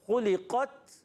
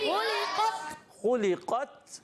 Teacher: تا سختی کے ساتھ یہ بند ہوتا ہے اور پستی اور نرمی کے ساتھ سانس جاری رہتی ہے · Term: شدیدہ